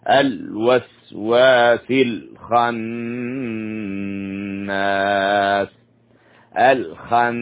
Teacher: بعضهم يضم الواو الو الوسواس وهذا خطأ الوا تفتح تفتح الواو